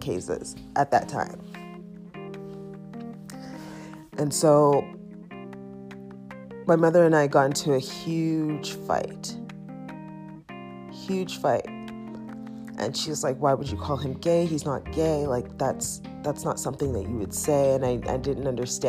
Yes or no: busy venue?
no